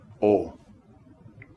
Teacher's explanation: The O sound is a guttural, deep vowel that sits lower in the voice. It is fuller and rounder